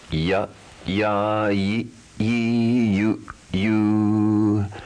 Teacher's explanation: the semivowel y derived from the vowel sound e